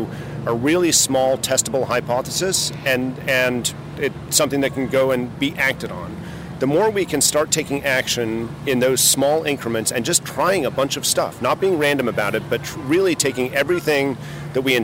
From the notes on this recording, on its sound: takes a walk on The Freedom Trail in Boston